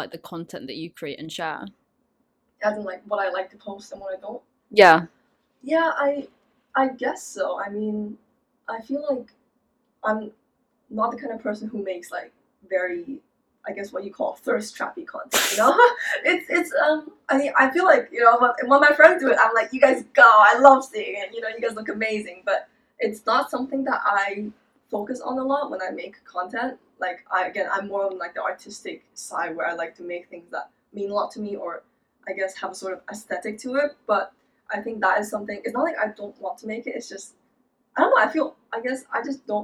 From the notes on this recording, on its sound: I don’t know what was wrong with the mic but their voice is quieter than mine for some reason. Sorry guys for the bad audio again.